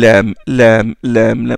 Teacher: Elle est amincie. Son point d'articulation, c'est la partie latérale de la langue, surtout de la partie intérieure de la langue, et les alvéoles des dents supérieures